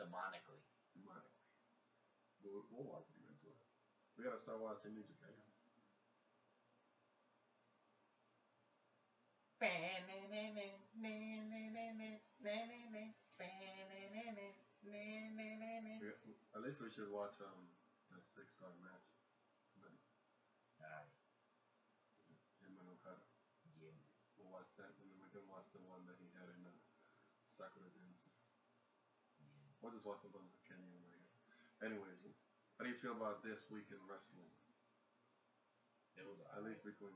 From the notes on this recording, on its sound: Excuse the lack of sound. Technical difficulties.